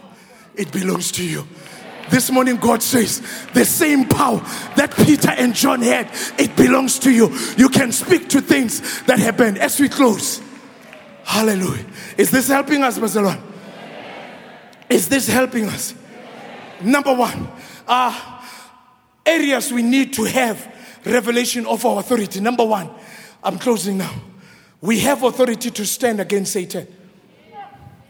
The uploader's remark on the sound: preached at Grace Bible Church Pimville on the 29th of May 2022 at the 7am Service